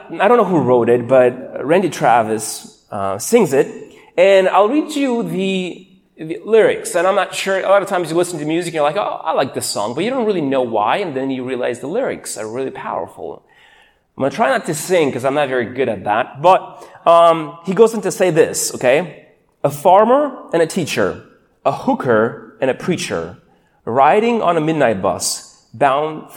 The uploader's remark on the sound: These sermons are recorded live in churches all around the U.S but primarily at City Hill Church in Bellevue WA.